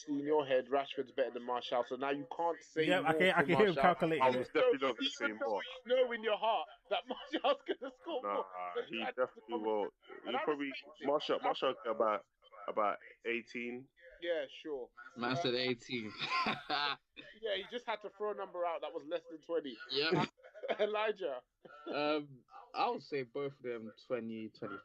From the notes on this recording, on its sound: We apologise for the poor audio this week, as we had technical issues with our recording software and gremlins with skype.